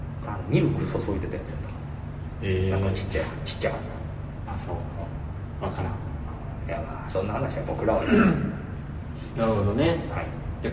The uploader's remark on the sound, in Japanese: 渋谷のとあるスタジオで録りましたが、ものすごく反響しております。